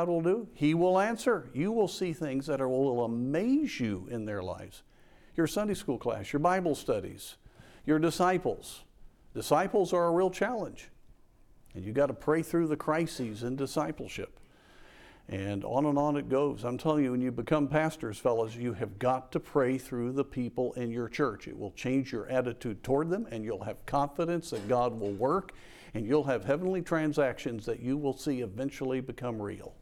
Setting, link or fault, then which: setting, large echoing room